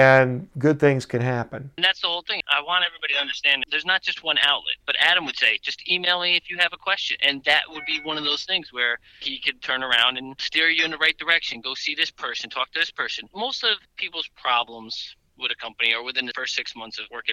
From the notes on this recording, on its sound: During our phone interview